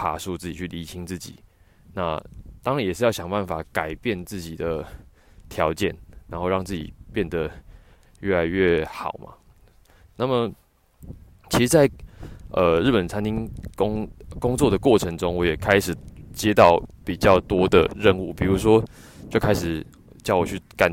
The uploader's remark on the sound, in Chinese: 散步聊天的單元。由於最近採取邊走邊聊的錄製形式，收音品質沒有室內那麼好，請聽者包涵。